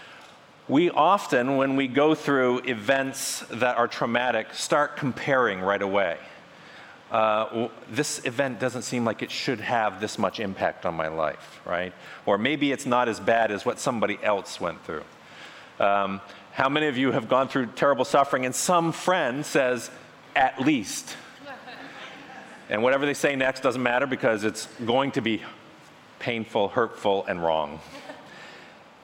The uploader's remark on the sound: featuring a message from the Restore Conference